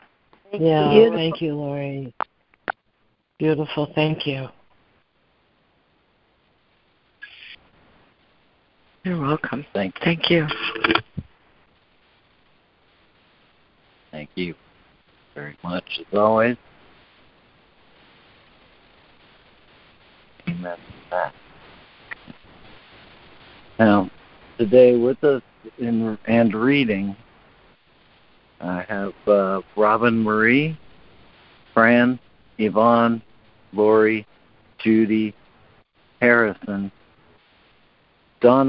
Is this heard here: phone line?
yes